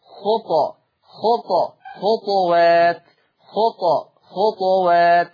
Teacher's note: وأنتم كما تعلمون حال إسكان الطاء يترتب على هذا السكون قلقلة حرف الطاء. إذن يقرأ ورش عن الإمام نافع بإسكان الطاء مع مراعاة صفة القلقلة